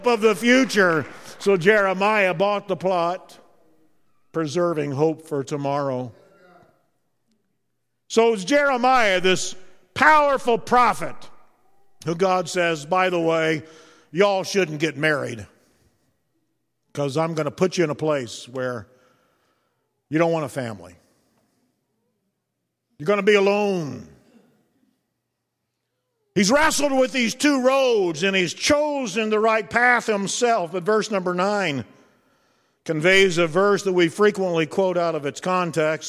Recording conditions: large echoing room